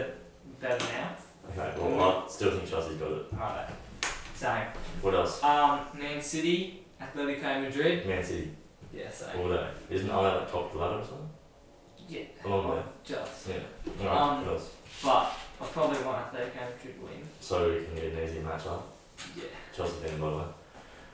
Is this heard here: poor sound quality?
yes